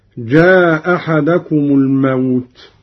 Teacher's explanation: قرأ قالون بإسقاط الهمزة الأولى